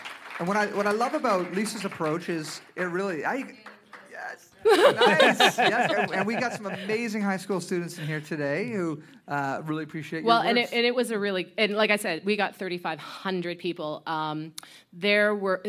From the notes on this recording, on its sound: As part of our Boiling Point Process live event on December 2018 in Saint John, New Brunswick, we invited four sets of guests to join us on stage for live recordings of The Boiling Point.